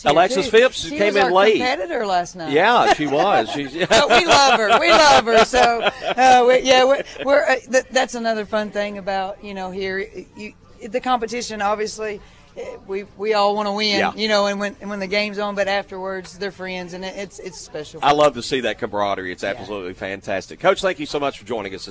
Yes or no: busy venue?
yes